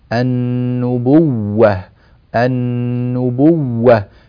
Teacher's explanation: نعطي الواو حقها من التشديد ونبين فيها هذا التشديد والضغط على حرف الواو، لأن الواو مشددة، فهنا يوجد عندنا ما يعبر عنه بالنبر، النبوة، النبوة، كما نبه إليه كبار أئمة التجويد في القرون الأولى.